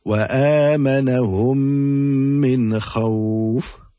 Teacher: the two memes become incorporated and will be recited with ghunna · Term: idgham shafawi